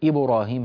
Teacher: أنت قلت الباء بإمالتها للضم وهذا غير صحيح. إبراهيم لا تمل القلقلة.